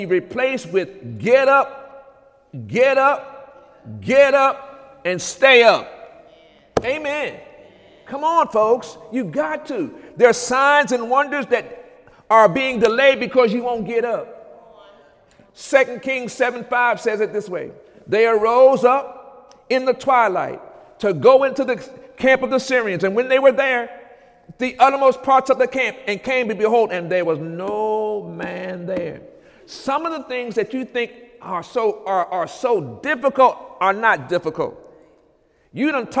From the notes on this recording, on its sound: During Sunday morning service on March 5, 2017